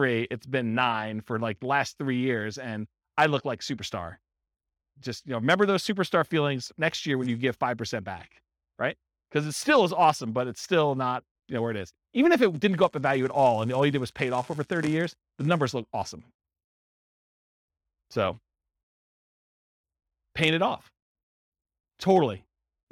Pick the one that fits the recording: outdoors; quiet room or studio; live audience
live audience